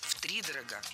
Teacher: Втридорого – это неверно. Правильный вариант – с ударением на первом слоге.